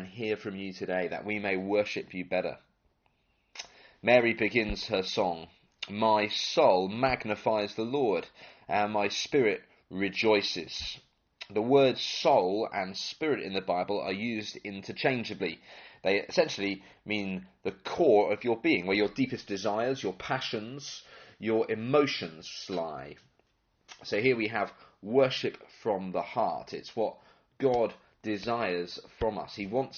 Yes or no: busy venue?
no